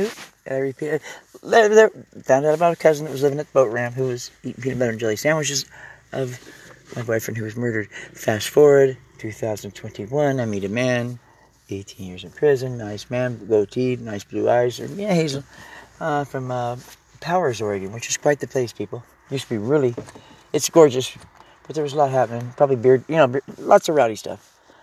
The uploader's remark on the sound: Im trying the ' Live in my truck ' Gig.